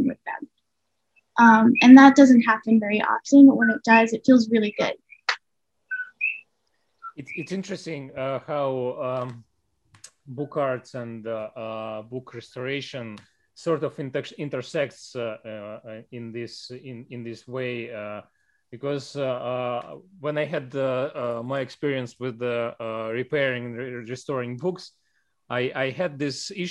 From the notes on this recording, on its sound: We arrange our Zoom call for Friday